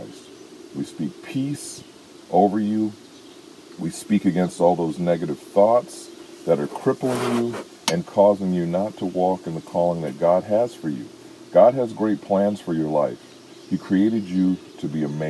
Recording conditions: phone or laptop microphone